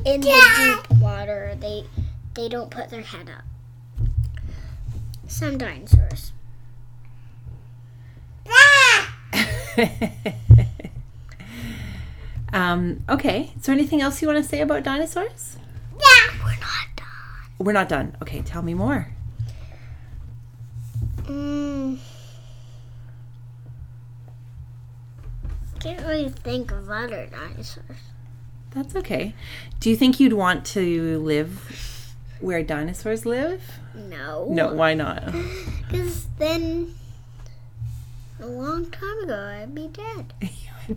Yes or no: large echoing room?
no